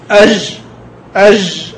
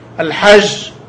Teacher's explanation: فهذه الجيم الخفيفة هذه تفتقد إلى صفة الشدة